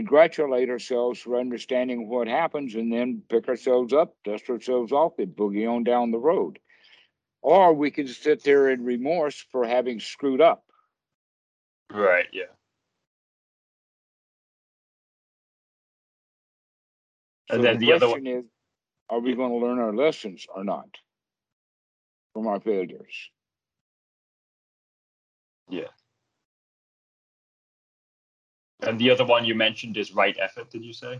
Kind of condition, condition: link, video call